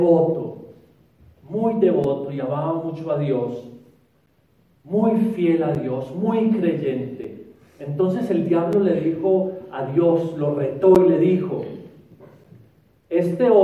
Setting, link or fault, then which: setting, large echoing room